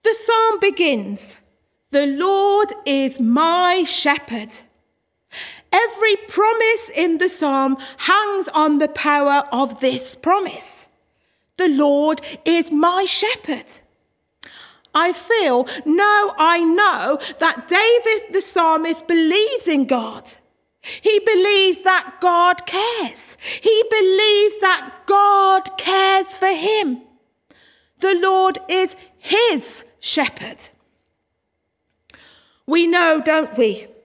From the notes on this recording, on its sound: Worship from Morley Salvation Army, originally broadcast live in April 2021